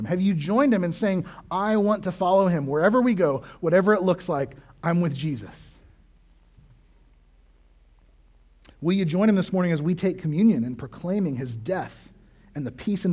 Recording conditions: large echoing room